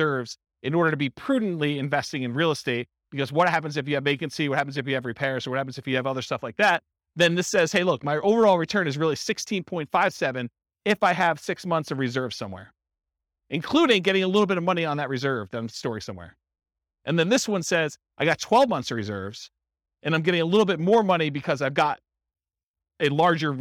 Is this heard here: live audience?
yes